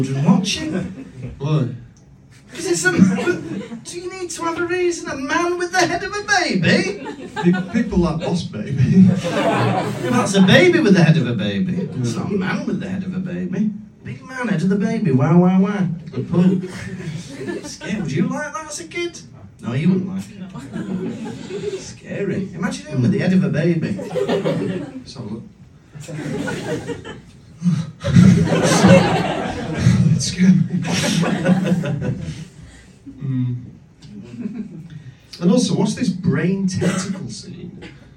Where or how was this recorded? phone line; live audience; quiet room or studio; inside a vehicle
live audience